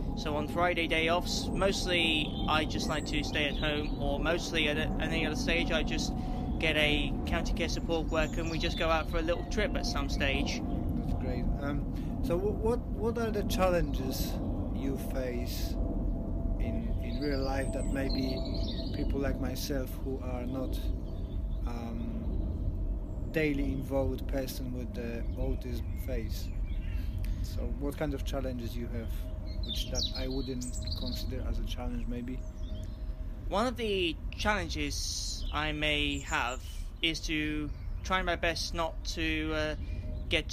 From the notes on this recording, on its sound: we had to record it outside so you have a nice background of birds